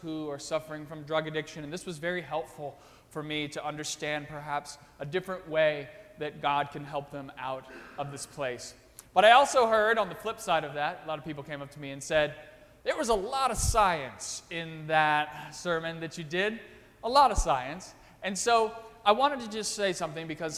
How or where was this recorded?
large echoing room